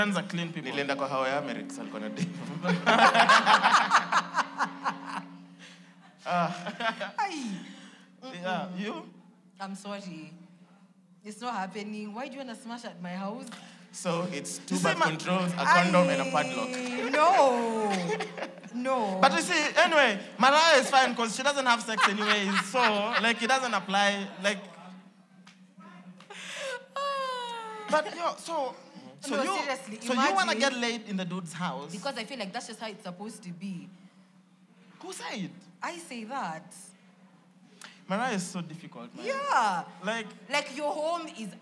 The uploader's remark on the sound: Their first live audience recording comprising 30 avid listeners of the show.